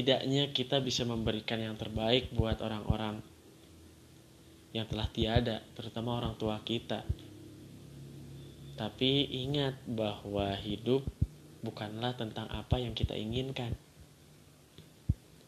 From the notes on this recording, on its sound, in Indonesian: kalau kualitas suaranya ga sebagus sebelumnya, maaf ya